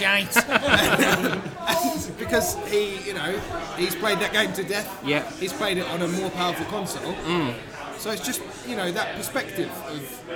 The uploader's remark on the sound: Meet up at LOADING gaming bar in Dalston for a press event, and decide to record a cheeky Express before going in. Being recorded in a pub, there's some background noise to contend.